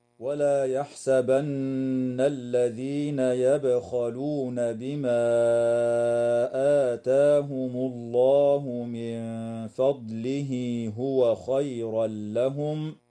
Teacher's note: النون المشددة في كلمة يحسبن حكمها الغنة وصلا ووقفا، وتقلقل الباء في كلمة يبخلون لسكونها، وتمد الألف قبل الهمزة في قوله تعالى: بما آتاهم، من قبيل المد المنفصل. · وتفخم اللام في اسم الله تعالى لوقوع ضمة قبلها · ويدغم التنوين في اللام من غير غنة